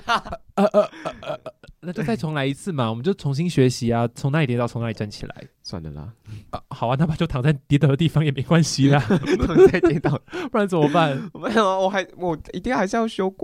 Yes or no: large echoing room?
no